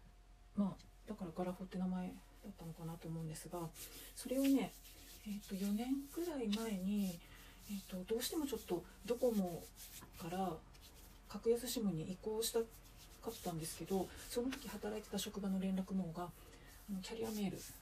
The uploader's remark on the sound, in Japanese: 拭き掃除しながら収録してごめんなさい